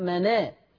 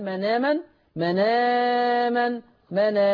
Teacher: هنقل الفتحة اللي على الهمزة وديها على النون · Term: النقل